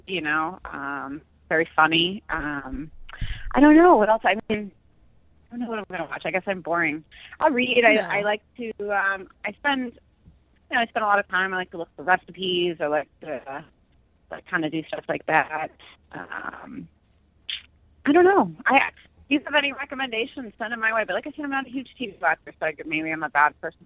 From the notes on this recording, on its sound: joined on the phone